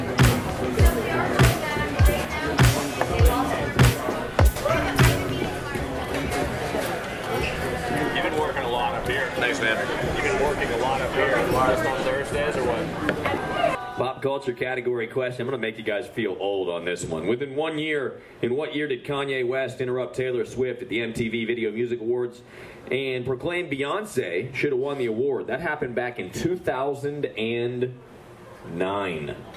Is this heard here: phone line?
no